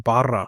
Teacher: So Bura in our language, we have trill.